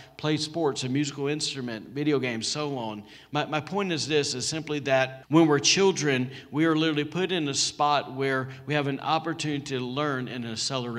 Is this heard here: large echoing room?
yes